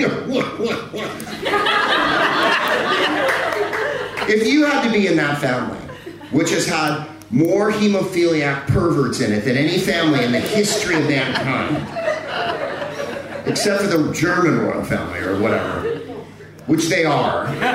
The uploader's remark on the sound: In another live show from the Gilded Balloon in Edinburgh for the Edinburgh Festival Fringe.